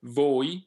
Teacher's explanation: The O and the I are pronounced distinctly, and the O is rather long and accented.